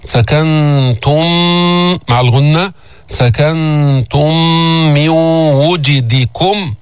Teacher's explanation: قبلها أتينا بإدغام المتماثلين الشفوي، سكنتم من ميم وميم أدغمتا فصارت ميما واحدة مشددة، سكنتم مع الغنة، سكنتم من وجدكم.